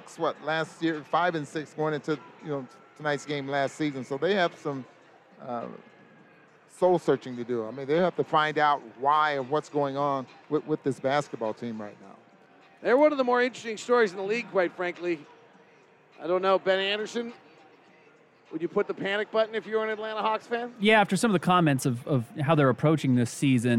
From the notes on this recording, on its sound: Postgame press conference audio